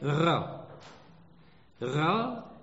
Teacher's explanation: c'est très guttural, vous allez le chercher au fond de la gorge